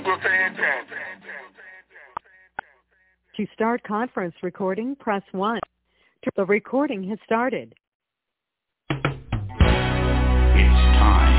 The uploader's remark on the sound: TNTSuperfantastic Conference Call